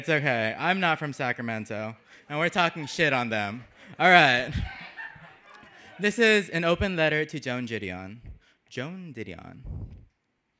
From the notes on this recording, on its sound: Brooklyn Poets Yawp open mic